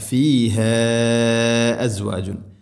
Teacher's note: വലഹും ഫീഹ, ഫീഹ അസ്വാജുൻ, മദ്ദിൻ്റെ അക്ഷരമായ അലിഫിന് ശേഷം ഹംസ, മദ്ദ് മുൻഫസിൽ, നാലോ അഞ്ചോ ഹർക്കത്ത് വരെ നീട്ടാവുന്ന മദ്ദാണ്